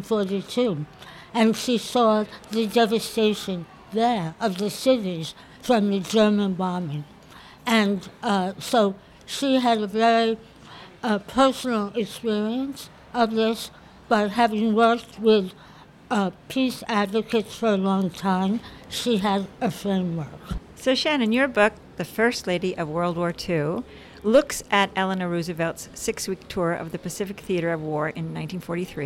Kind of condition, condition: setting, outdoors